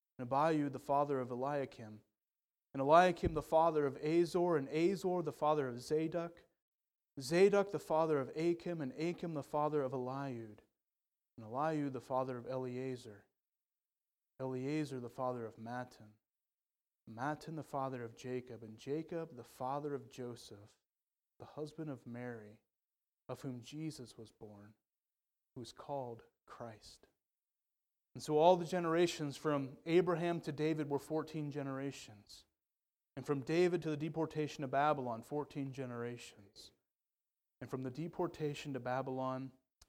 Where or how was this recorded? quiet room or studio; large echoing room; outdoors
large echoing room